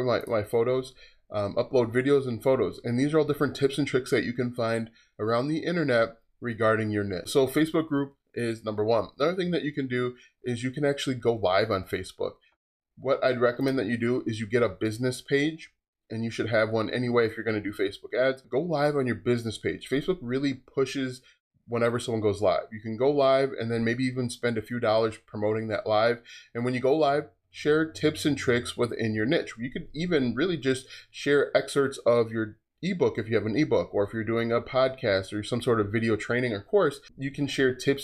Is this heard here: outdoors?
no